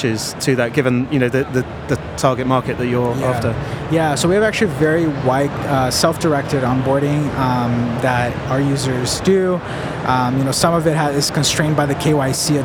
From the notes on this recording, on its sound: The fourth and final episode recorded at Money20/20 USA. The event took place at The Venetian, Las Vegas. We recorded a series of interviews from the Instnt's booth with a number of the speakers and attendees at the event.